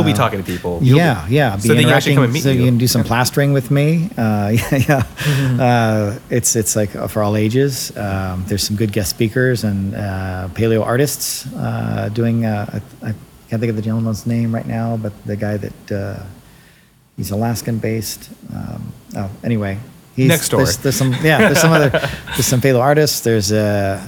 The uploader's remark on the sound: Go on location to Natural History Museum Los Angeles and record live inside the Dino Lab for all visitors passing by to see.